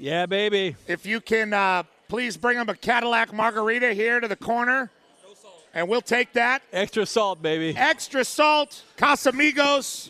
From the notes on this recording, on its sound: LIVE from The Breeders Cup at Santa Anita Park